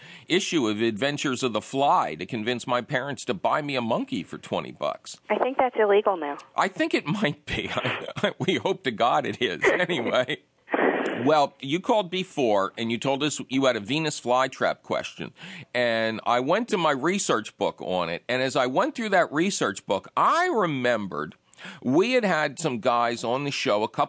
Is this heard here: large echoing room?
no